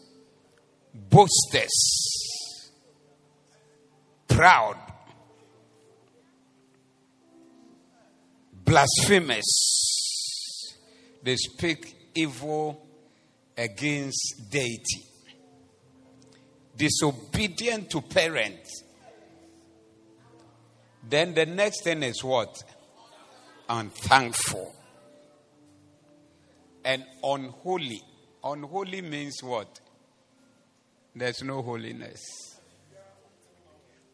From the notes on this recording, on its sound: Preached at the Zeloo Service